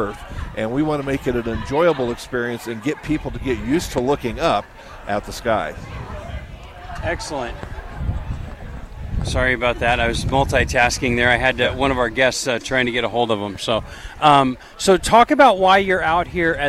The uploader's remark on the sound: LIVE from Lincoln Airshow